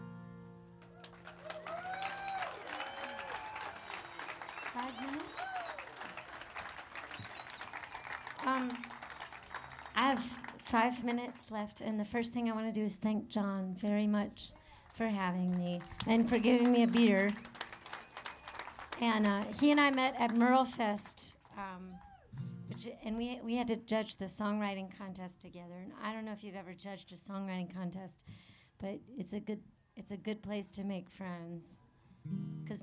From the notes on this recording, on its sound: live on the Porch a stage at FloydFest 9 in 2010